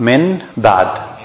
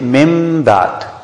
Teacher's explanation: We say mim ba'd. So we converted the noon to mim. · Shown in: second take